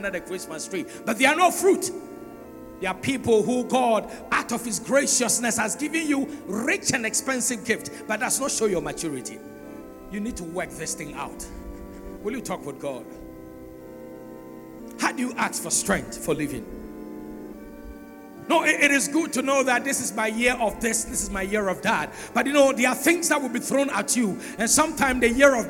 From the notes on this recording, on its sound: Message preached at CBC Shiashie Campus